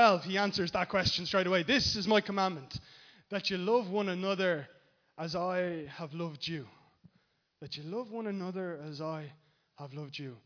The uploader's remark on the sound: Recorded live in Liberty Church